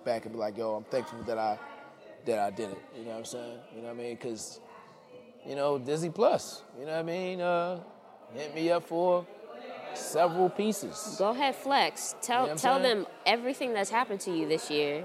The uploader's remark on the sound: LIVE PODCAST episode at a silent disco art exhibit